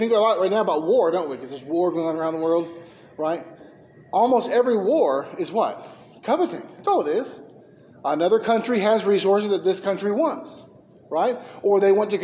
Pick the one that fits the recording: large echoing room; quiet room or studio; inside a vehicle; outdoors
large echoing room